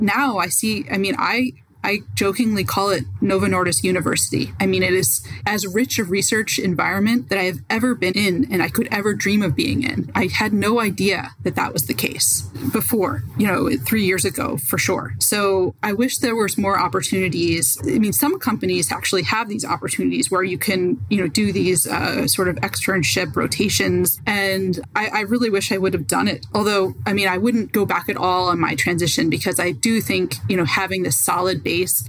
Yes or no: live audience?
no